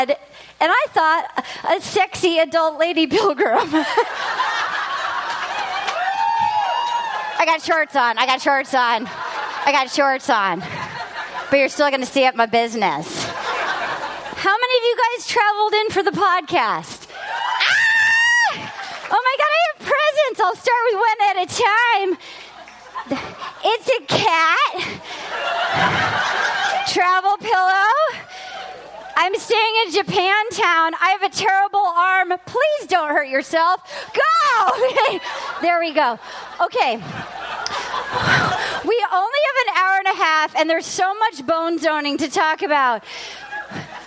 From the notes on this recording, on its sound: The gang's all in San Fransisco live from Cobb's Comedy Club at San Fransisco Sketchfest!